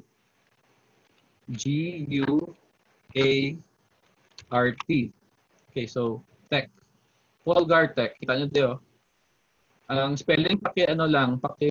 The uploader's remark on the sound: This podcast is the first zoom meeting of ISCOF-SEC BSIT 2 Students in their subject ITPE 1.